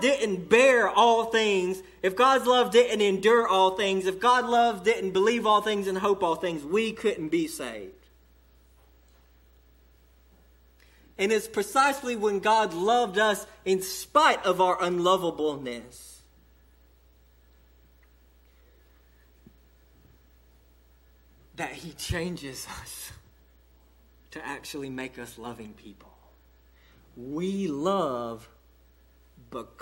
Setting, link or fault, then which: setting, large echoing room